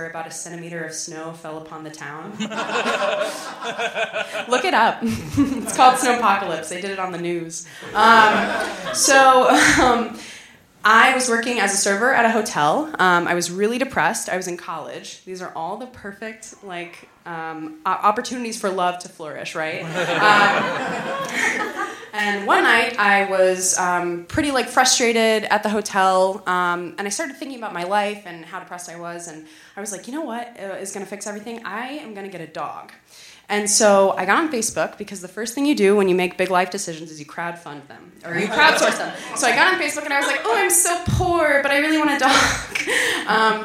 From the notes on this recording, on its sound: This was recorded on the main stage at the Beat Kitchen as part of our year six end celebrations, and what a show it was. We've also got a full house band playing some of our favorite songs of 2017!